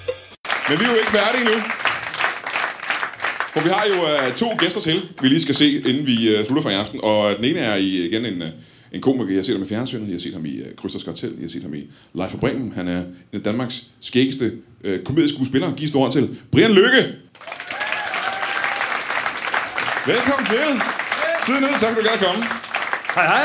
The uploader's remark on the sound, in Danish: LIVE fra Det Bruunske Pakhus i Fredericia